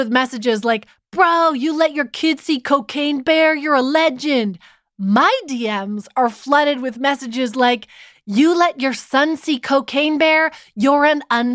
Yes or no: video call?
no